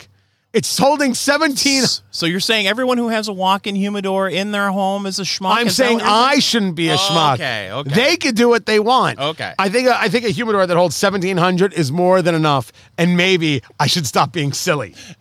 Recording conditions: busy venue